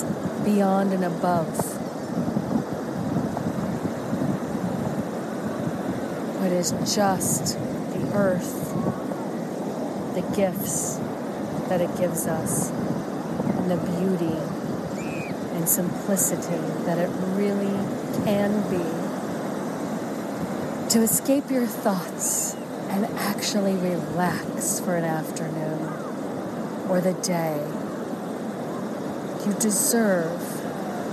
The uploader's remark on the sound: LIVE from Assateague Beach and Chincoteague Island, Virginia, USA. This is a special on location Walk and Talk of our Mindfulness Summer Tour 2022.